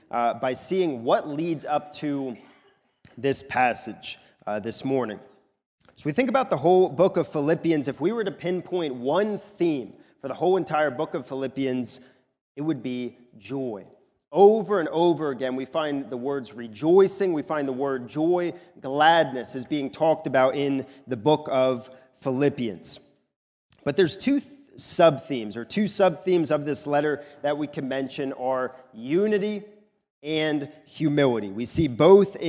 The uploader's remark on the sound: recorded at the Lebanon Bible Fellowship Church in Lebanon, PA during the morning service